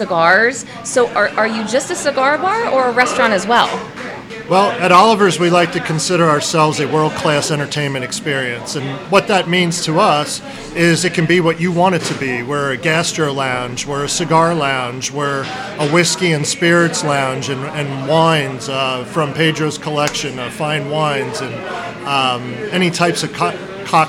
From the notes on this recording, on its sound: We traveled to Oliver's Cigar Lounge and Bar in downtown Shamokin to record this episode live!